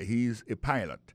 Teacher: accent tombé sur le premier syllabe là. He is a pilot.